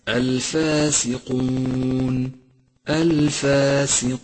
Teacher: لاحظ ترقيق الألف في كلمة الفاسقون، الفاسقون، سبب ترقيقها أنها سبقت بحرف مرقق وهو الفاء، وقد مر معك أن الألف تتبع ما قبلها في الترقيق والتفخيم، فقل الفاسقون ولا تقل الفاسقون.